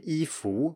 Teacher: most people I know in Taiwan actually do say yi fu with a rising tone on fu